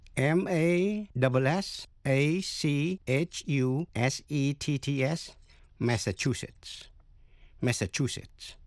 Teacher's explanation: nhấn mạnh vào vần thứ ba